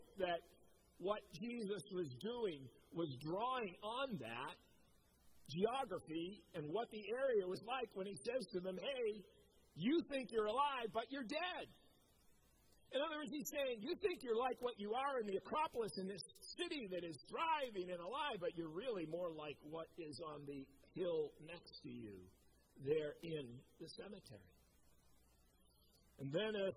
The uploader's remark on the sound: Preached at COMMUNITY Covenant church on 8/1/21